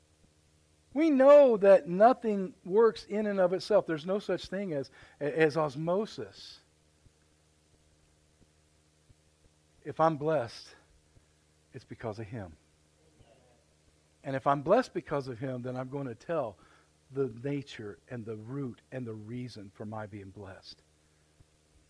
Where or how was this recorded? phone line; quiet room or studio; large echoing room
large echoing room